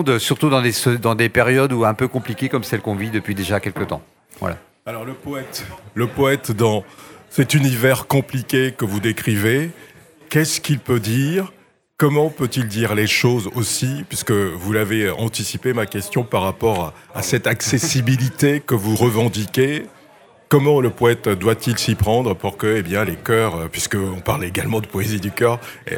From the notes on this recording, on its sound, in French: Était sur les radios de la FRAMA en direct du salon du livre dimanche 2 octobre 2022.